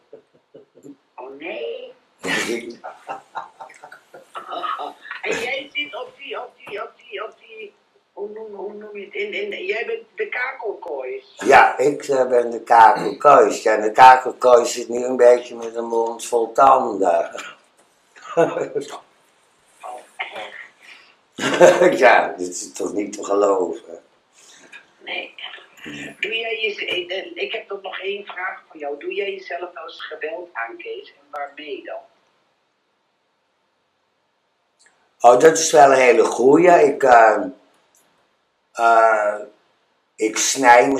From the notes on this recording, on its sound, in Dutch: heb ik telefonisch contact met haar, terwijl ik in de Haarlemse galerie en public op de praatstoel zit